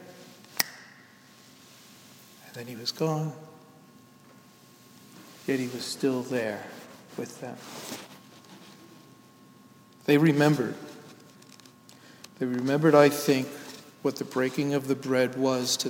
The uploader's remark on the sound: Sermon delivered at Downtown United Presbyterian Church Rochester, NY